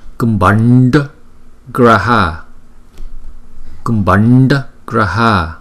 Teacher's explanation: Chữ N và chữ D có dấu nặng cho nên chúng ta đọc cong lưỡi và hơi từ trong cuống họng chúng ta đọc ra.